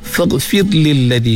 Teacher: nipiskan pada huruf ra yang mati sebelum dia berbaris di bawah